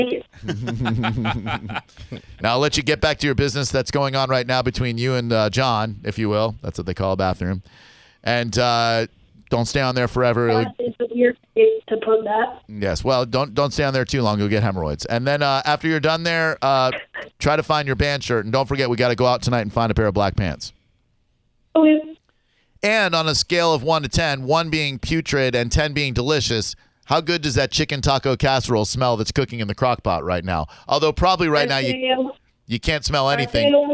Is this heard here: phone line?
yes